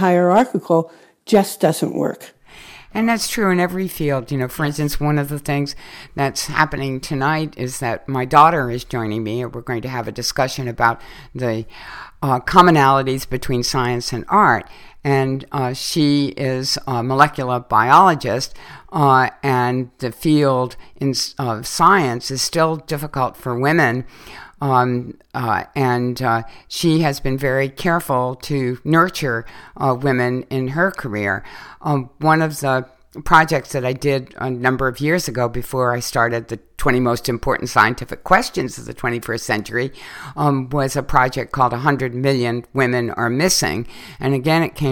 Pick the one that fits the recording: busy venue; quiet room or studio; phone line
quiet room or studio